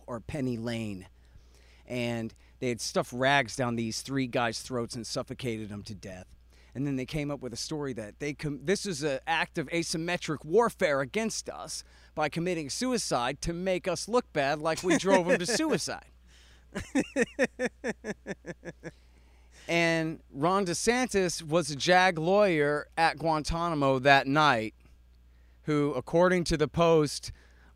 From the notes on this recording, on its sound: Live from Austin Texas. It's a live porch tour from Austin Texas.